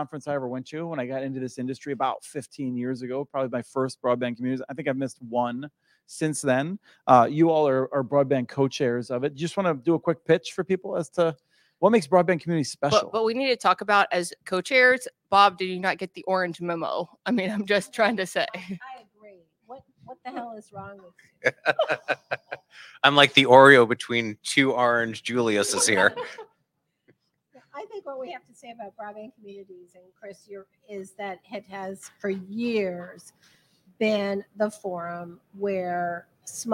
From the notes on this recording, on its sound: Live From the Broadband Communities Summit. At the conference’s welcome reception.